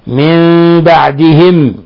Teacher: قوله تعالى: من بعدهم، نون ساكنة جاء بعدها حرف الباء، الحكم التجويدي إقلاب، حيث قلبنا النون الساكنة عند الباء ميما مخفى، ميما مخفى، وأظهرنا غنة من الخيشوم